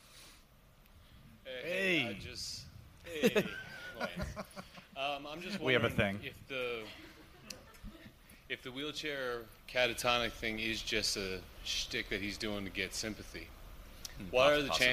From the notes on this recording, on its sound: We're live at Crime Con 2018 in Nashville